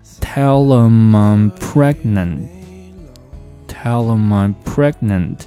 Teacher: Tell him 就缩读成了 Tell them, Tell them, Tellthem。然后这个 Tell them 和后面的这个 I'm pregnant 又进行了连读。那并且在连读之前，由于这个 I 在这里面并不是一个重读音阶，因此呢它被弱读成了一个 a，从 I 变成了一个 schwa sound